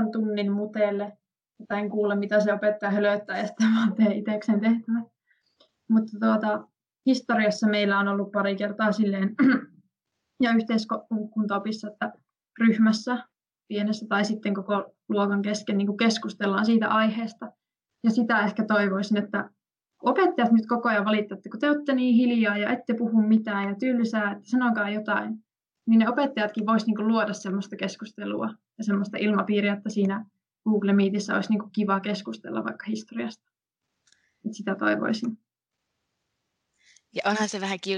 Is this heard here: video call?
yes